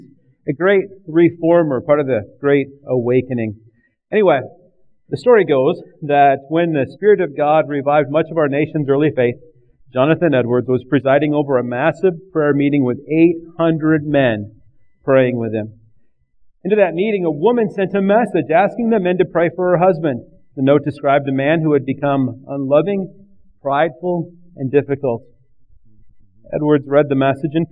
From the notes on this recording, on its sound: recorded on Oct 11th, 2009 at River Rock Church in Belle Plaine MN